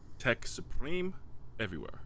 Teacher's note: I love the rolled R in the Supreme